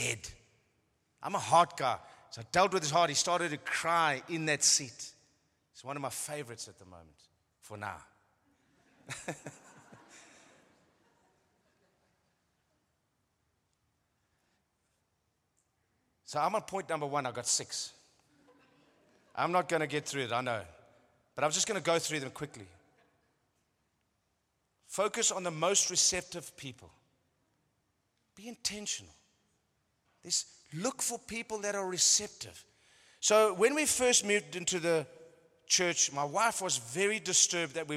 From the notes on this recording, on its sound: The following messages are ones that were recorded live at our venue.